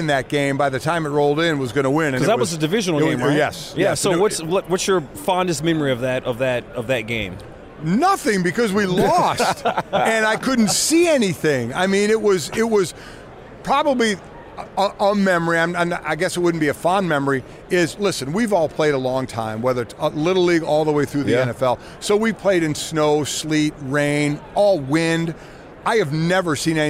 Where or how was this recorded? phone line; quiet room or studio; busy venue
busy venue